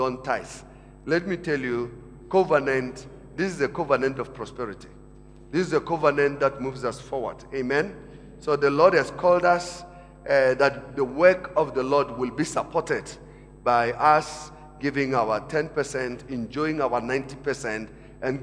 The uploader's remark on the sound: Preached at Emmanuel Christian Church, Arcadia Campus, First service on the 29th of October 2017.